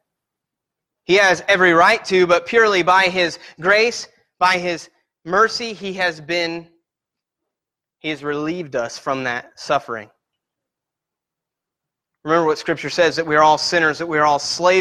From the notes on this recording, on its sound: Sermon Preached at Christian Fellowship Church in Peru, In on 7-1-18